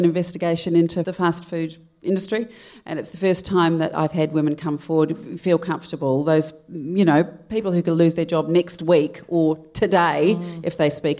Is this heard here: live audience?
yes